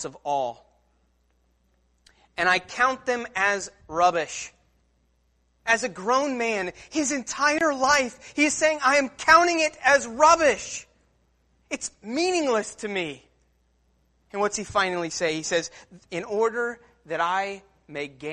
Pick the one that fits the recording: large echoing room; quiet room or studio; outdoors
large echoing room